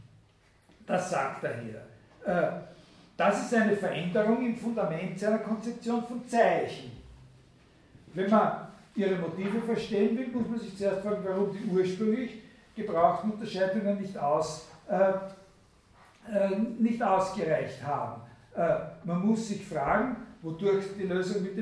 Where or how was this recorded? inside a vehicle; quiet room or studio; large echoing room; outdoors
large echoing room